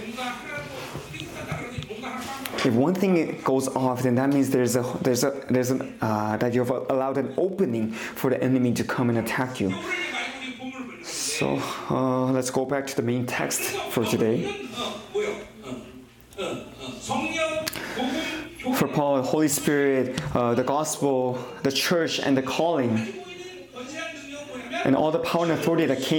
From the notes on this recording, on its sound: 2023 New Years Conference. Conference sermon.